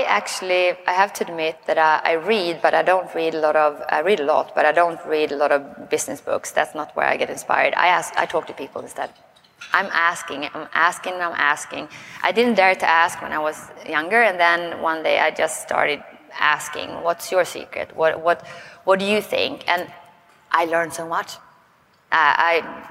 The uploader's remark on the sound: doing a LIVE For the Record episode over lunch at Aesthetic Next 3